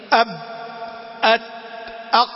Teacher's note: الصوت ينحبس انحباس تام، ما يروح لا يمين ولا يسار، الراخو يمشي معاك الصوت. · Term: الشديدة